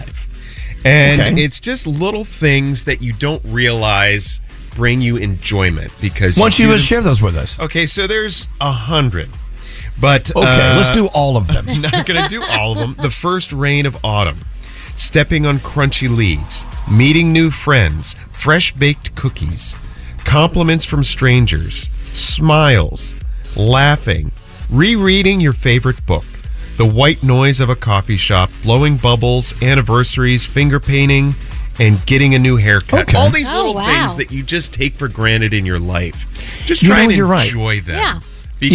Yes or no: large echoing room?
no